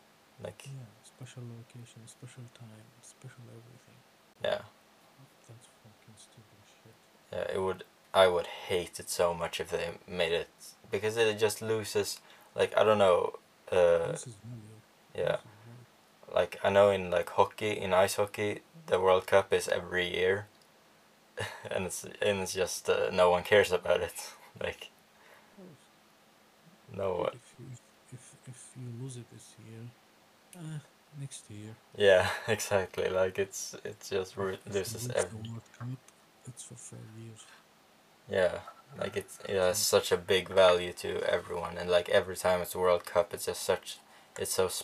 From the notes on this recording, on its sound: Sorry for the bad audio on this episode, we had some problems